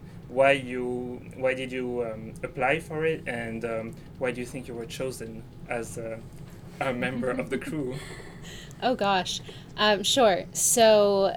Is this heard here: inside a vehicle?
yes